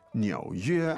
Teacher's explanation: Third tone, first tone, right?